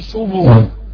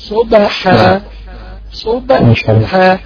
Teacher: ضمة الصاد ما تدخلش في القلقلة خالص · Shown in: second take · ضم الصاد على قد ما تقدر مظبوط، وبعدين ارجع للشفتين بقى في وضع السكون علشان ايه القلقلة بتاع الباء.